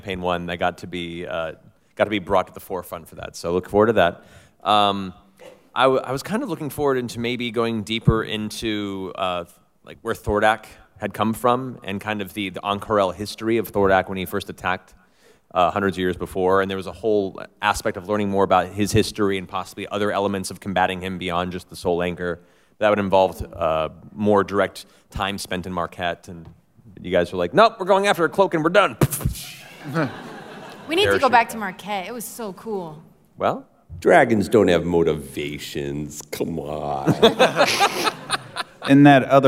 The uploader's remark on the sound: 2019 San Diego Comic Con Panel. Featuring a live table read of the first few pages of Vox Machina: Origins II #2 and a Q&A.